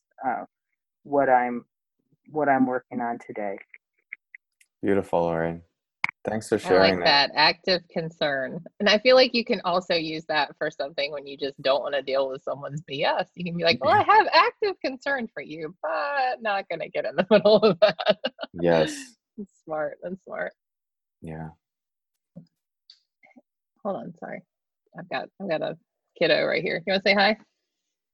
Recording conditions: video call